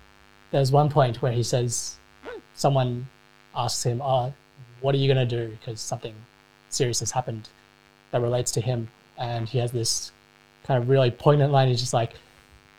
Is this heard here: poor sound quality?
yes